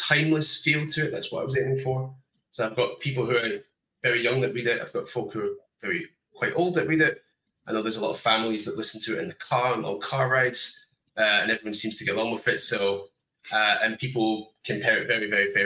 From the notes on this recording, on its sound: A panel from the TBRCon2024 all-virtual SF/F/H convention. TBRCon2024 Highlight: Writing Non-Human Characters.